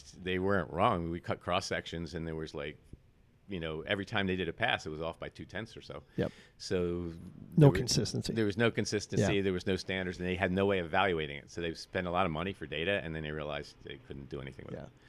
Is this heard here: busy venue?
yes